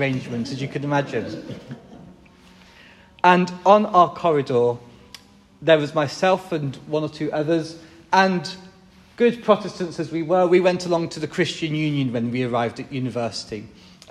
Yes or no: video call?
no